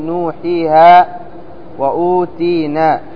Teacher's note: نوحيها الواو ساكنة قبلها ضم، والياء ساكنة قبلها كسر، والألف ساكنة قبلها فتح · Term: حروف المد الثلاثة